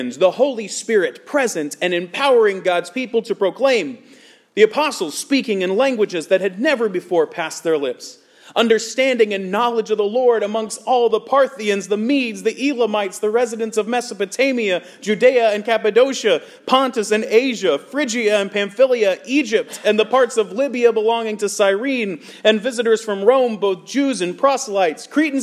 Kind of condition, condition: setting, large echoing room